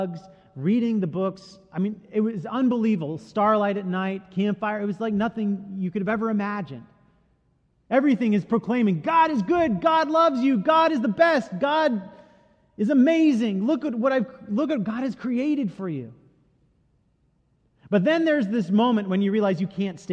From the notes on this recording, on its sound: Delivered during the the Gathering Worship service.